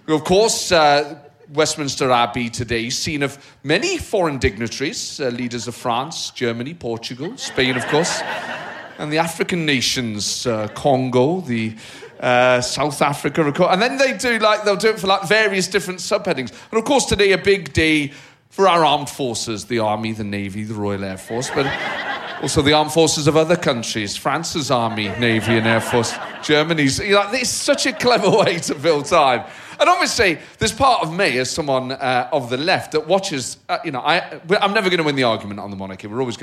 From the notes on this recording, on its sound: As you can hear, the audience hung on his every word... One member in particular which led to an emotional moment near the end of the show.